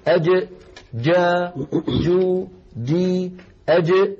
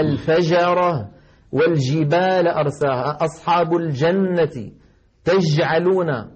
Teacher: أما إذا قلنا الفجرة والجبال أرساها أصحاب الجنة تجعلون، هذا هذه جيم عامية وليست فصيحة، مخرجها صحيح ولكن فاتها صفة من صفات الجيم الفصيحة وهي انحباس الصوت أي صفة الشدة · Shown in: second take